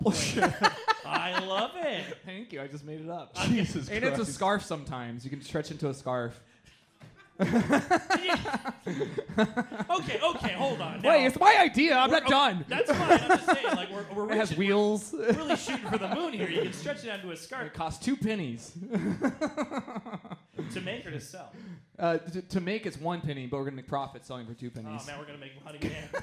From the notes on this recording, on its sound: Live from the Ha Ha Harvest Comedy Festival at Kelly's Olympian